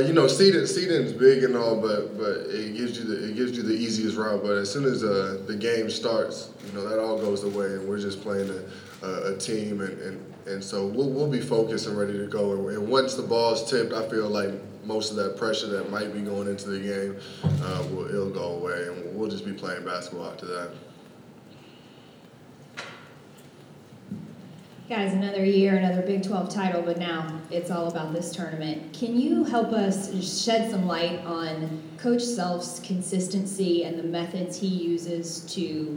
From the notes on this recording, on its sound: Press Conferences & Post-Game Interviews. Answer questions from the media at Wells Fargo Arena, in Des Moines.